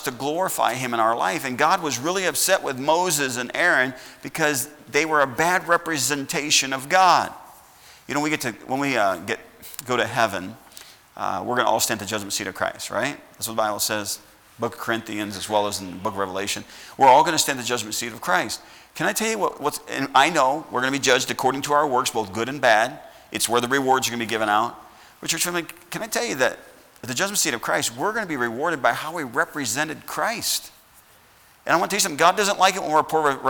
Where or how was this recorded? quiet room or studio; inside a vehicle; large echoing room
large echoing room